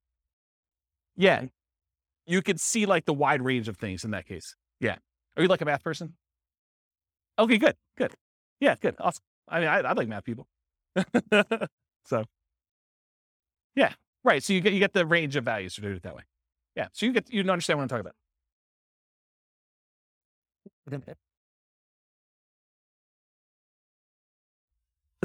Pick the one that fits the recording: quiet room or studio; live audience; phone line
live audience